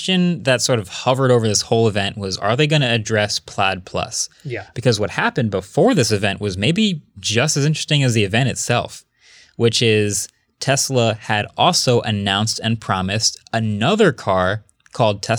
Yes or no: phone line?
no